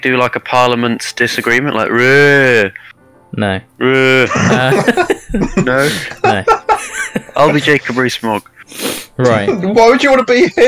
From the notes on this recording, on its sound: The audio didn't render properly!! Sorry in advance, reccomend 80% volume.